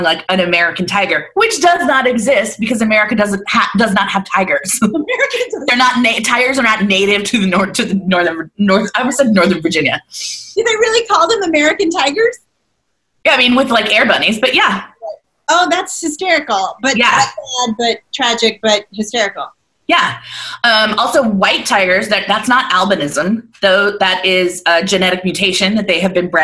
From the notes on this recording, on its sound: Recorded on a zoom call. Better than nothing but not great either.